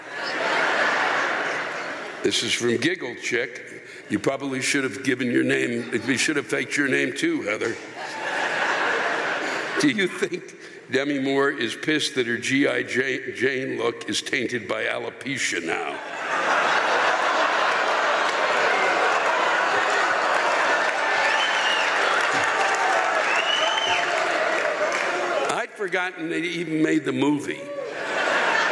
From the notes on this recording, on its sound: The live rants come from the shows in Red Bank, NJ and Syracuse, NY